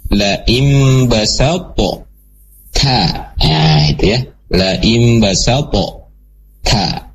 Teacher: Yang hilang adalah kolkolahnya dari to. Ya, kolkolah dari to-nya itu udah tersembunyi gitu ya.